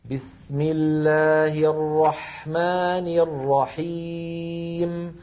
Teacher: الحاء ساكنة وهي حرف رخو، إذن يجب أن يكون زمن الحاء مساويا لزمن بس، زمن السين التي تقدمت، لأنهما نظيران.